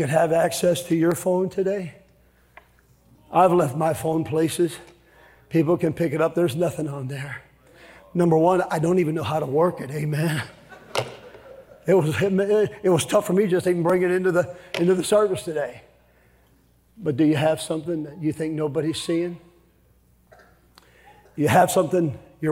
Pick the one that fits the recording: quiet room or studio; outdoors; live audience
live audience